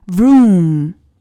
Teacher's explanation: 它的辅音部分是由 v 向 r 滑动的一个音